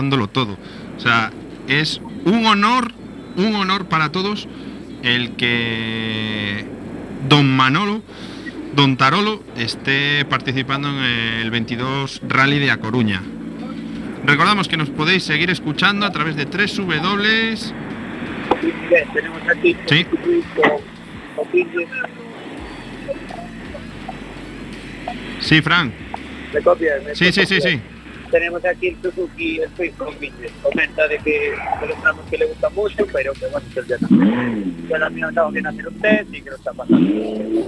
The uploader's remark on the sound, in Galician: Especial 22º Rallye da Coruña. Aínda que a maior parte do programa será realizado dende o “Estudio José Couso”, ao final de cada un dos oito tramos estarán en directo para entrevistar aos pilotos trala sua chegada e coñecer as súas sensacións.